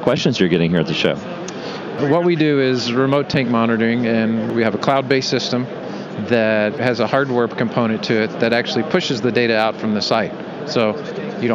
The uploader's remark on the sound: Relive the 2022 M-PACT Show Floor. Conversations and comments from 2022 exhibitors on the trade show floor.